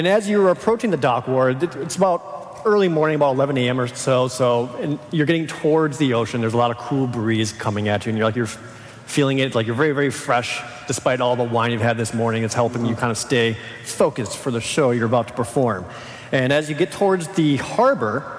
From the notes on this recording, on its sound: live from PAX South 2019